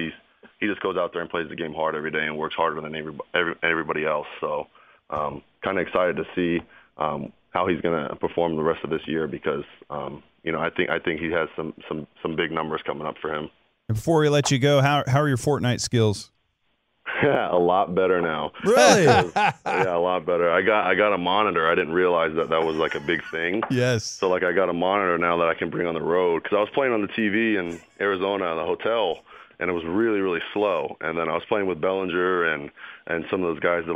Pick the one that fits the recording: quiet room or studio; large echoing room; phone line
phone line